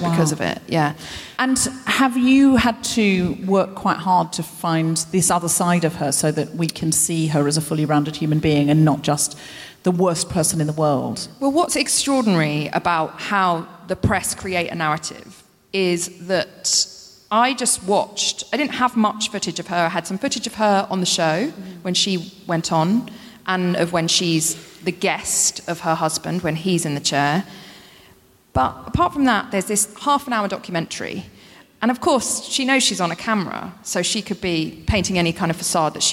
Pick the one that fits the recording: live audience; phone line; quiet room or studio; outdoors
live audience